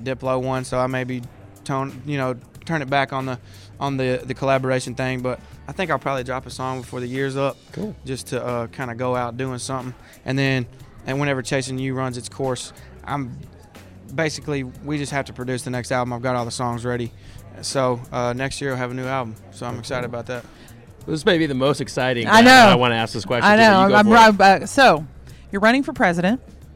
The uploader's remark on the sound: live from the 2019 CMA Awards!